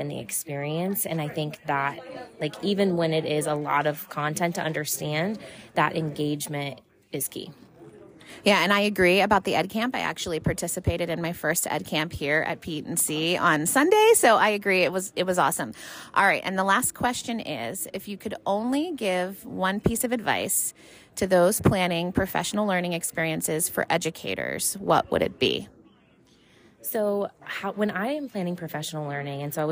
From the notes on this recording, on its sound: While at the conference I took the opportunity to interview 4 random attendees about their conference highlights. Being put on the spot in the conference venue’s hallway.